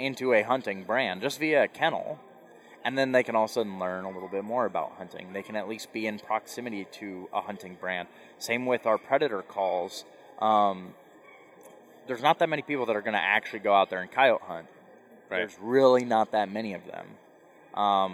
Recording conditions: busy venue